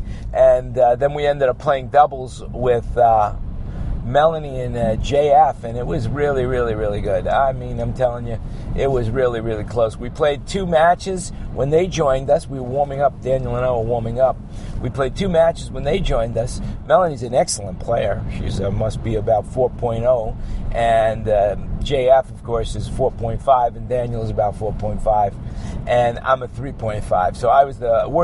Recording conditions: inside a vehicle